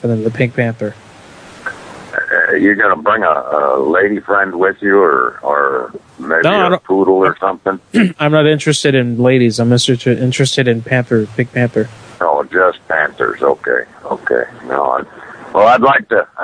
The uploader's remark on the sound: Prank Phone Calls